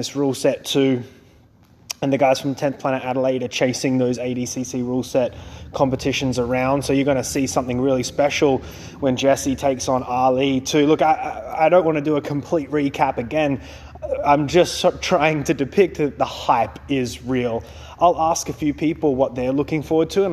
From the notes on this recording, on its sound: Another incredible showcase took place At the M16 Invitational and as always the Bat-Phone was live at the evebt to get all the behind the scenes action. We hear from competitors before and after their matches, we get spectator reactions as well as on the spot match breakdowns and commentary.